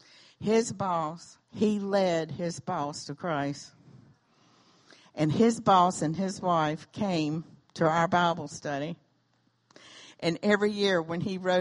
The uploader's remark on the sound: recorded during Sunday morning worship on June 25, 2017 at Celebration Life Family Church.